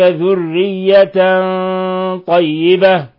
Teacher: تنوين فتح جاء بعده حرف الطاء، الحكم التجويدي إخفاء حقيقي. ولاحظ تفخيم الغنة عند الطاء